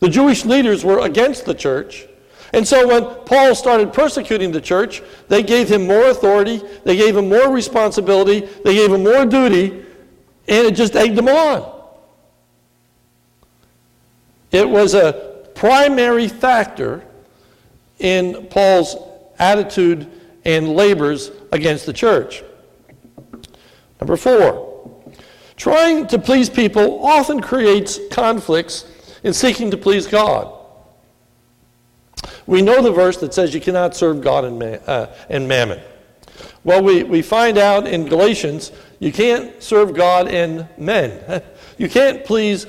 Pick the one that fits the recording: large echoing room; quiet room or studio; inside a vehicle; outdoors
large echoing room